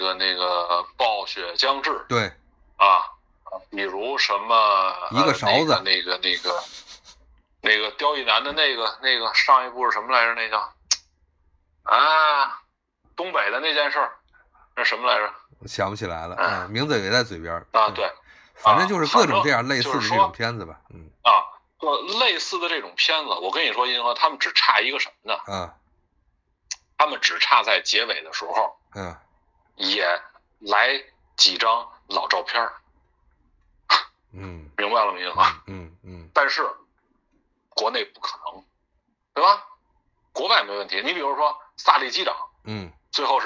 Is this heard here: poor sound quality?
yes